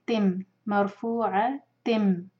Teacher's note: یہ بھی تنوین کے بعد میم ہے ادغام غنہ کے ساتھ. میم کو ہولڈ کریں گے